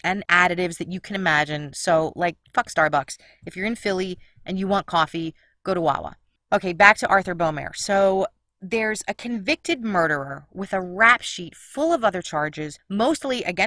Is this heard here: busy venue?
no